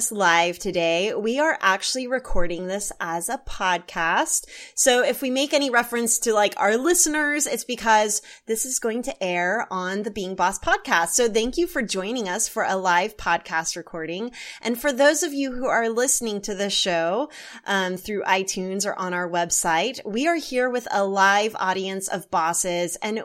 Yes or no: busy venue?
no